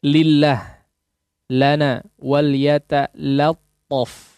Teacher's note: ini jangan sampai pengucapan lamnya menjadi tebal